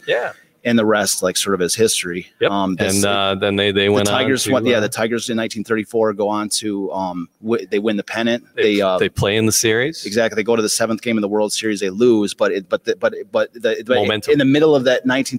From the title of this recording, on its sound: Live from Detroit Historical Museum